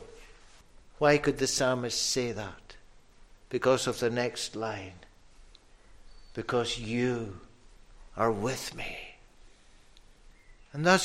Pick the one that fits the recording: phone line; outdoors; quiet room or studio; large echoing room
large echoing room